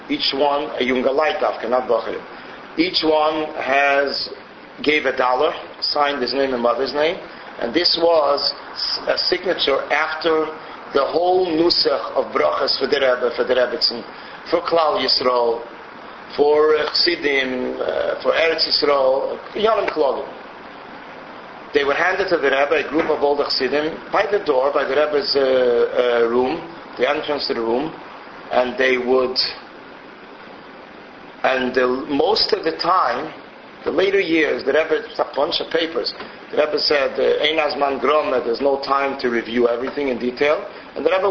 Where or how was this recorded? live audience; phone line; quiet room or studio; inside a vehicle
live audience